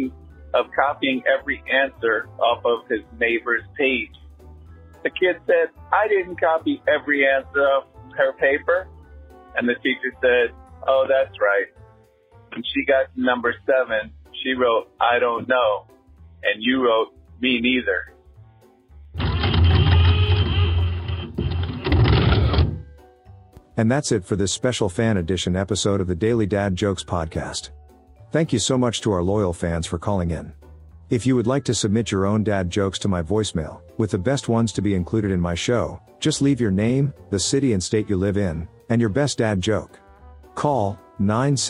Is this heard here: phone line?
yes